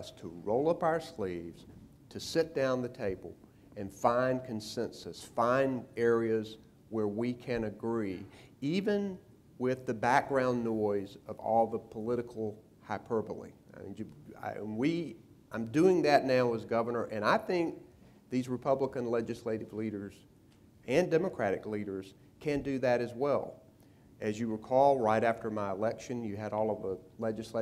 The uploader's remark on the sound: The interview was taped before a live audiences at the 3rd Annual Eggs & Issues Breakfast hosted by the Public School Forum of North Carolina.